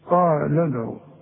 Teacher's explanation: هنلغي الواو دي هنلغي المد ده تماما كأن لام مضمومة فقط لا غير